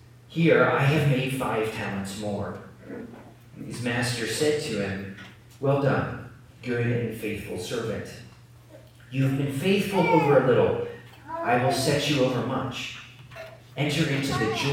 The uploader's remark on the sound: Please excuse the poor audio quality.